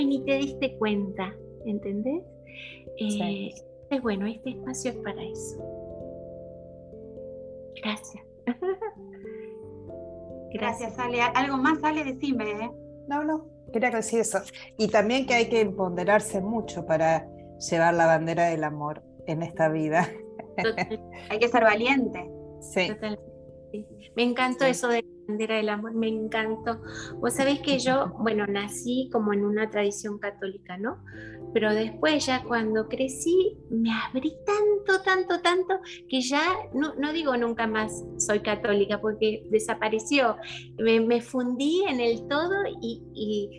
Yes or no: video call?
yes